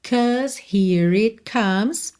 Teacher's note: atenção que esse AU vai ter som de A